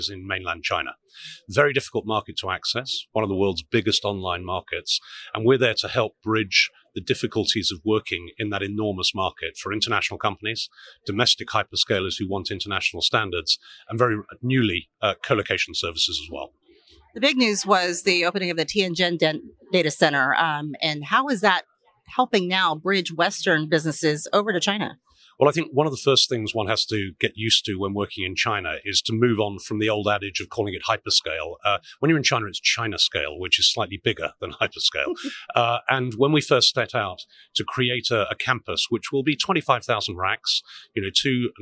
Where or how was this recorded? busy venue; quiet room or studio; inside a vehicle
busy venue